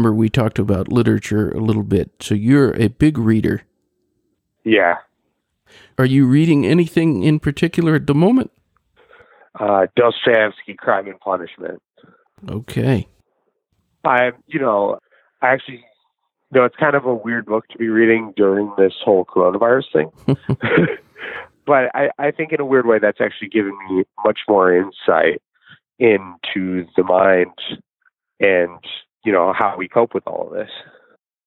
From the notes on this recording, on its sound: The interview was supposed to happen in person. We spoke by phone.